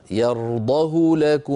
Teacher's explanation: مع ذلك رواها حفص هكذا: يرضه لكم، من غير تطويل لزمن ضمة الهاء